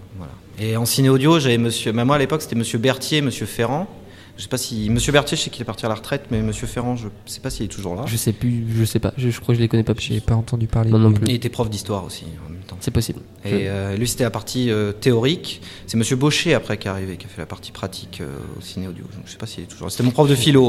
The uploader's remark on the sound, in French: Interview réalisée en direct le forum de l'orientation du lycée